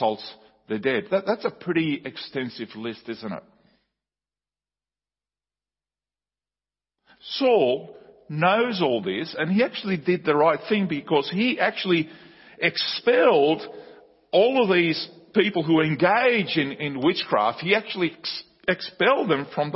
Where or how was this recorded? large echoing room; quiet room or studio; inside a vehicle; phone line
large echoing room